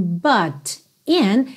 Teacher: But in these times of change, então, but in, a gente teve um rarara nesse T, que é típico do sotaque americano, ok? But in these times of change.